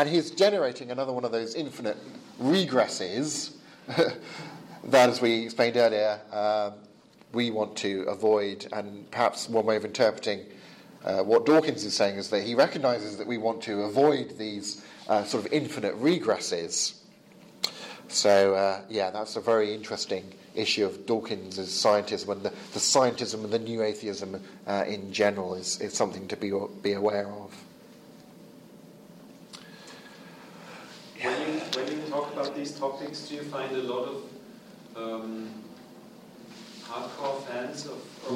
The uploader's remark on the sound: Lecture with Q&A from the European Leadership Forum 2017